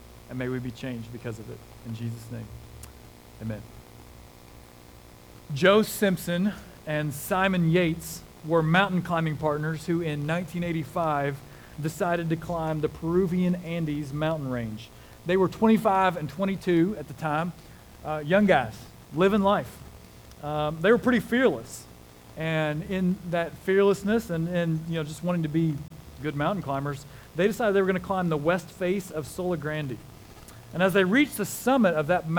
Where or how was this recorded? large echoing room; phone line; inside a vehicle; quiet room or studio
large echoing room